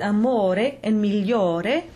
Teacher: But in O-R-E, as in amore and migliore, the stressed O is closed.